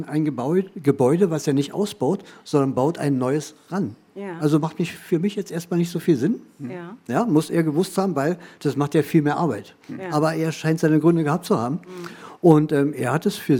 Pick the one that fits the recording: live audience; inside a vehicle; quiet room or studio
live audience